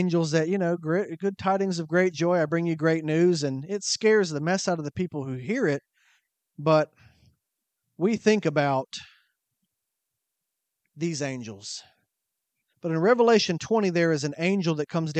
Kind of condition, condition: setting, large echoing room